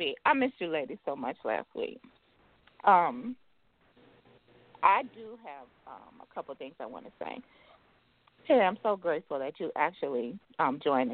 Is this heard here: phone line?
yes